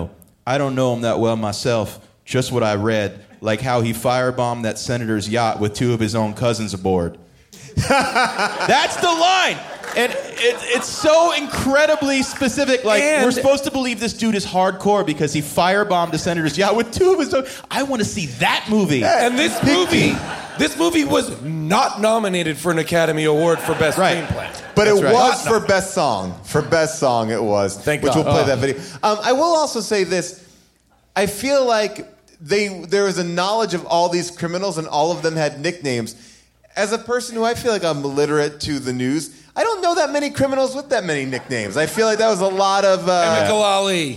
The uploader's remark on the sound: Recorded LIVE from Largo in Los Angeles